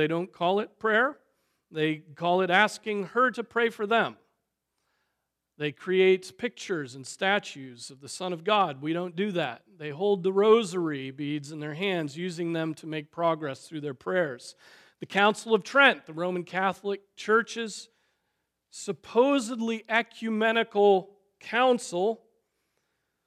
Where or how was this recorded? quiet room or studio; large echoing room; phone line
large echoing room